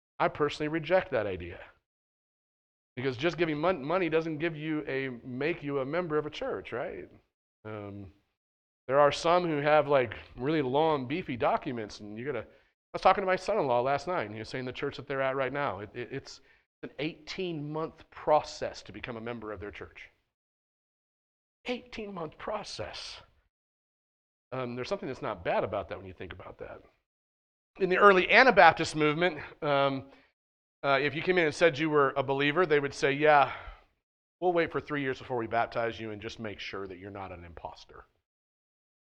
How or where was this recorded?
large echoing room